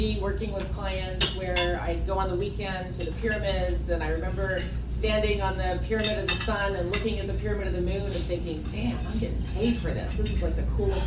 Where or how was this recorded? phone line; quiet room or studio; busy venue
busy venue